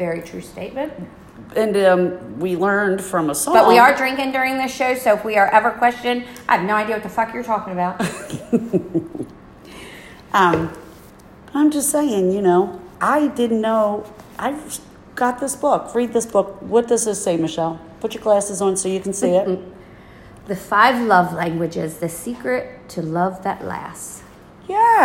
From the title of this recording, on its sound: Live Studio Audience